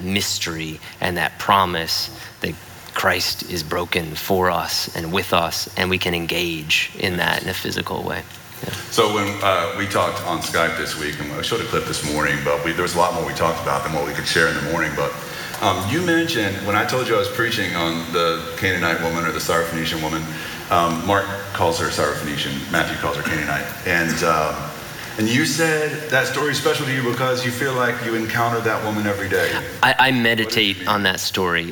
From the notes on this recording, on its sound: At The Story Houston's 4pm service on Sunday, August 18, 2019